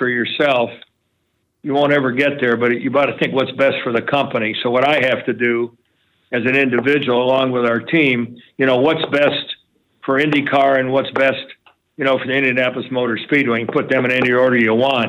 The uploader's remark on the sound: Call into the … Podcast.